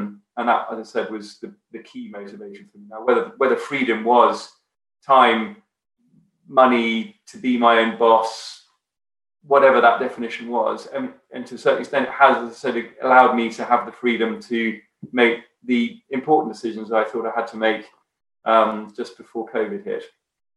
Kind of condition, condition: link, video call